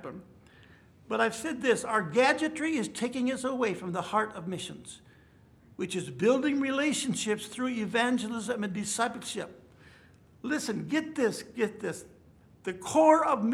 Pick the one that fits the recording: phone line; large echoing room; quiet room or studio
large echoing room